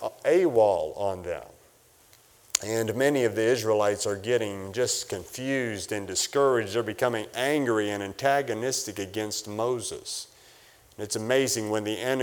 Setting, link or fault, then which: setting, large echoing room